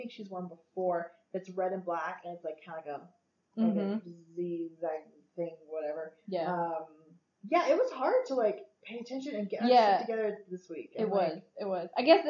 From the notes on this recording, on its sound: Excuse the audio this week. We're working on getting a better program for recording while we're together.